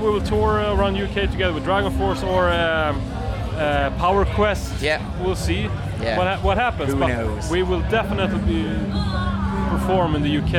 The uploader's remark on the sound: at Bloodstock Festival